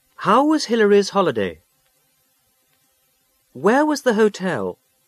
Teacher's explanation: Listen to these W questions. Notice the falling intonation.